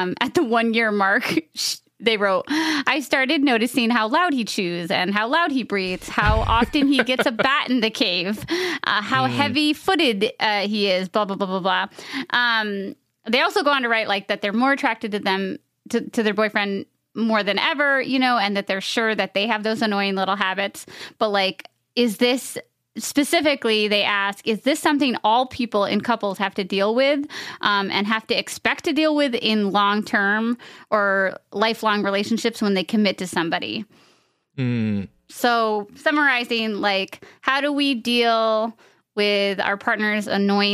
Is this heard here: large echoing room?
no